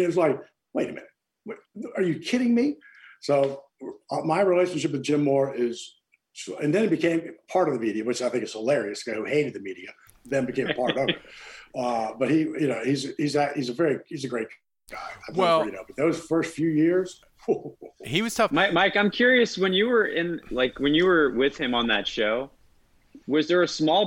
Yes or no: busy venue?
no